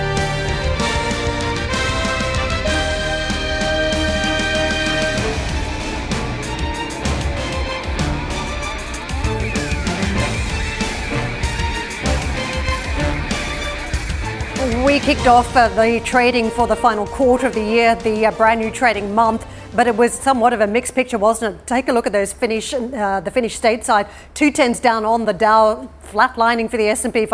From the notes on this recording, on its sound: We are live at ADIPEC in Abu Dhabi